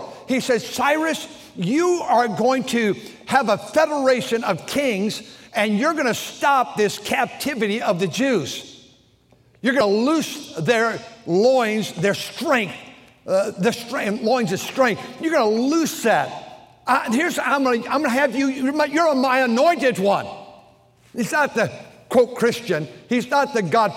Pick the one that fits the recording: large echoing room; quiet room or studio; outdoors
large echoing room